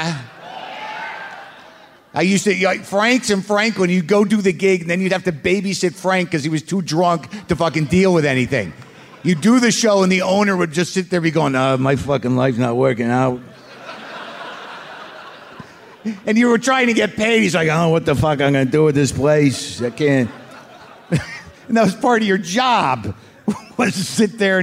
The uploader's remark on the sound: Live from Boston. A live WTF at The Wilbur Theatre.